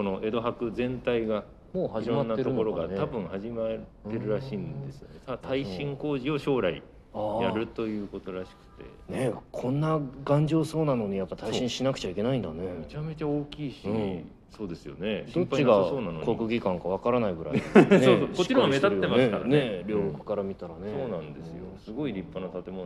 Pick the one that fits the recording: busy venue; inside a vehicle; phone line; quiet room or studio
busy venue